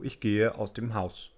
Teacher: Das wird oft zu ich gehe aus dem Haus. Hier hört man, dass das E fast weggelassen wurde.